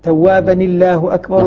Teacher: نحرك نون التنوين بالكسر · فهو يكسر أول الساكنين على قاعدة العرب